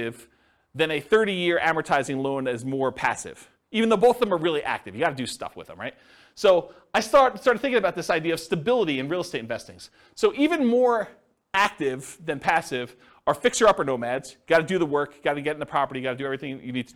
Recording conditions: live audience